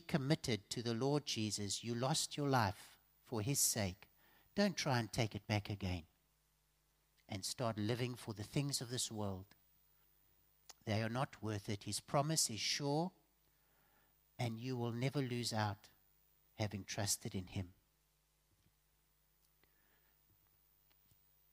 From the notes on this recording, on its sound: Evening Worship Service